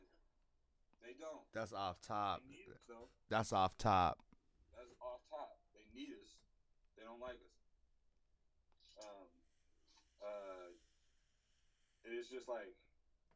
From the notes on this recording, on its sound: Sorry for the technical difficulties. Had to share this dirty audio episode because the message in it.